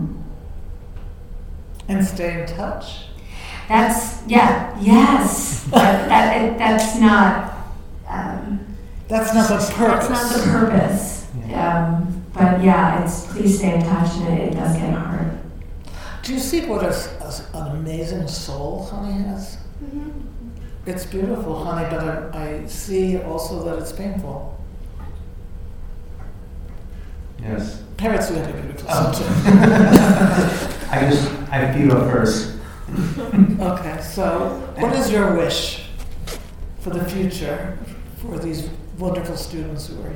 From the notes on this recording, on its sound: This episode, recorded in front of a live audience, is a reflective conversation on our 21 years at Brandeis and our dream for the future.